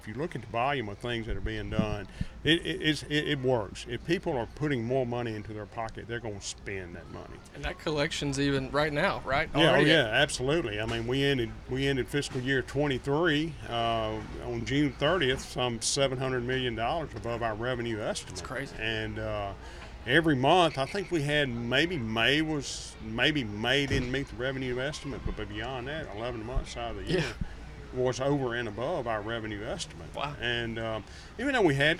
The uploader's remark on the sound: on location at the Neshoba County Fair